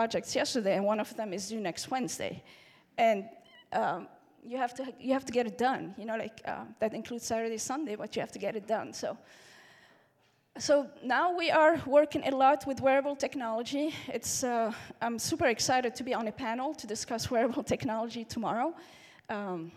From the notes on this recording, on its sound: The event was located at the Left Bank Annex in Portland, Oregon. This is the first time the audio-only recordings of the speaker sessions have been released.